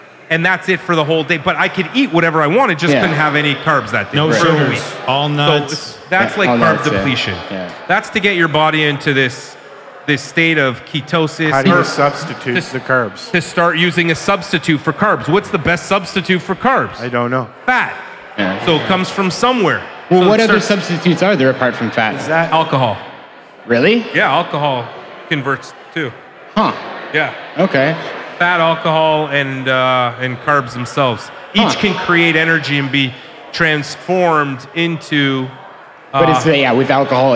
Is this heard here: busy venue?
yes